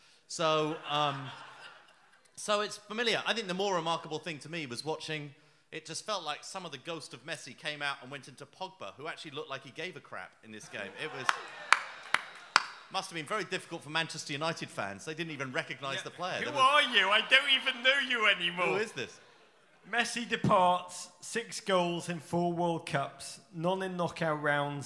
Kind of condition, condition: setting, live audience